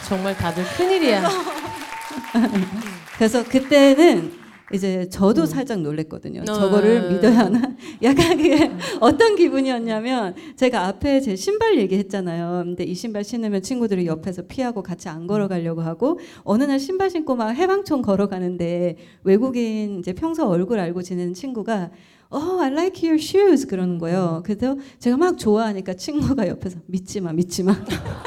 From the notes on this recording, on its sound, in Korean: 공개방송 추석맞이 고향방문. In 대전. 명절을 맞아 해방촌 가족들이 청취자 여러분을 만나러 대전에 왔습니다! 명절답게 정신 없고 따수웠던 공개방송 현장.